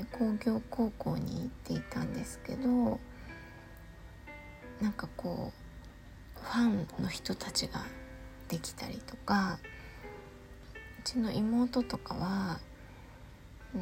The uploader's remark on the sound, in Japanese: 息子の寝息が入っていますが通常です。